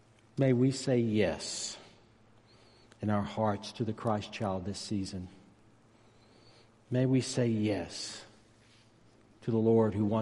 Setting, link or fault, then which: setting, large echoing room